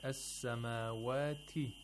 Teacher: when it is pronounced, we have complete obstruction of the sound in the place of articulation of ta, and then we have a sudden release. Yeah, it cannot be lengthened. · Term: plosive